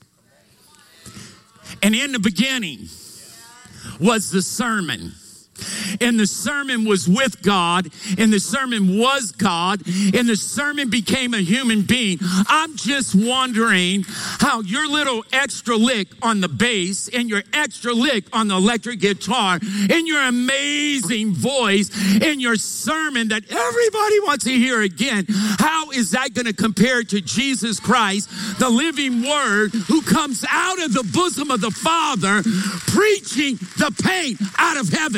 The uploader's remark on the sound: Recorded live from Capital Church, Meridian, Idaho